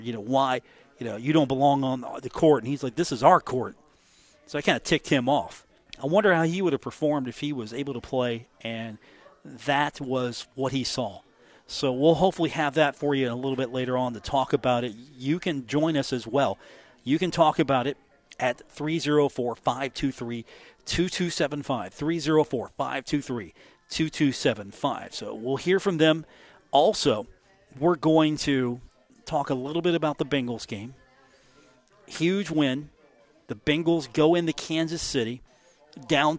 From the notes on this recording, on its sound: Broadcasting live from The Union Pub and Grill, 1125 4th Avenue in Huntington